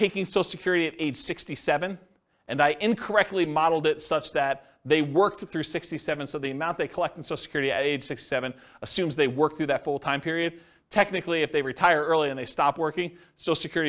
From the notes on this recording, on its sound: This was a live class recorded